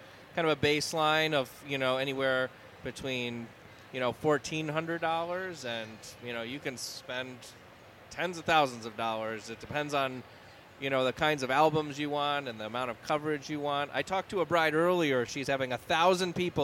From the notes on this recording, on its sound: Live Recording from day 1 of the Today's Bride show. Taking questions from attendees.